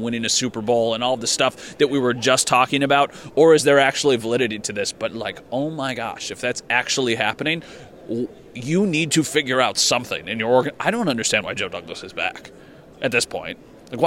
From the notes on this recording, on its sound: live again from the combine